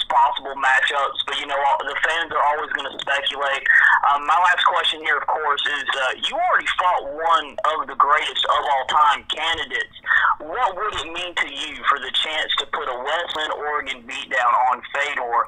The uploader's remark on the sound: Introductory Conference Call